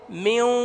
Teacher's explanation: ميو، يعني المخرج النون الغنة تأتي منها، والواو ضامين الشفتين لنطق الواو، فننطق واو فيها غنة · Term: الإدغام